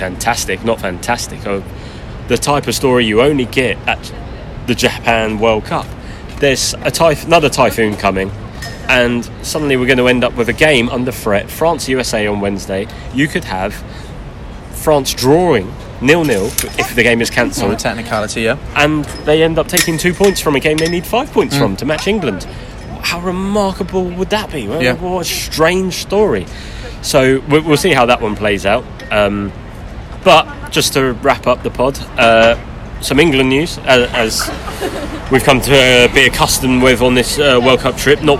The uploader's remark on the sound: on the streets of Shinjuku